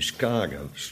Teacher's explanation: Volgens de gangbare Haarlemse uitspraak, zal ik het maar zeggen, algemeen beschaafd Nederlands heet dat, maar ze weigeren het zo uit te spreken. Ze spreken meteen de CH uit als K.